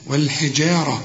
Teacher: الجيم هنا ممكن بتدخل في الشين وده خطأ